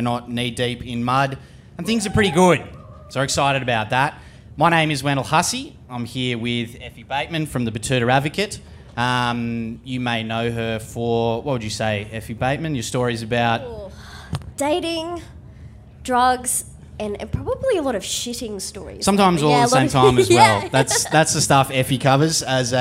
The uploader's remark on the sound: The Show Off LIVE From Splendour In The Grass! This week we are coming to you LIVE from Splendour In The Grass.